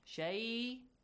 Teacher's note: Shay'an, which is merged with the letter waw. · Term: idgham